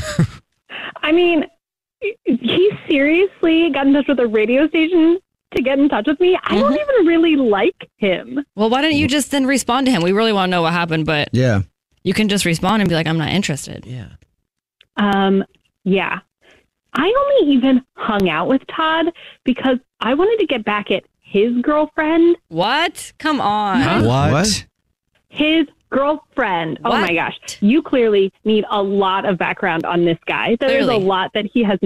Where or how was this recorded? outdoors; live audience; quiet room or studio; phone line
phone line